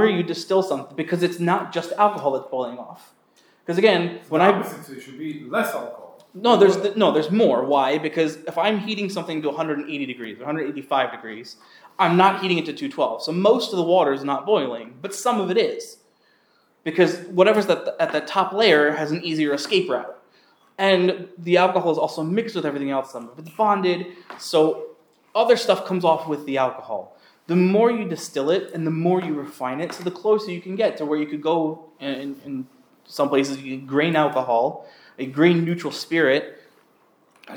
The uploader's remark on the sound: This shiur was delivered to the Sephardic Torah Center of the Main Line in Lower Merion, PA